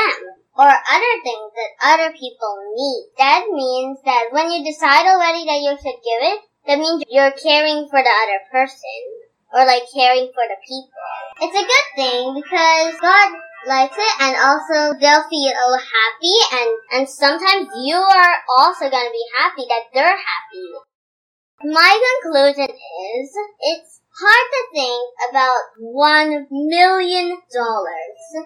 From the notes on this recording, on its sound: Please excuse the various background noises on this episode as we tried our best to remove the AC sounds (recorded during a heatwave)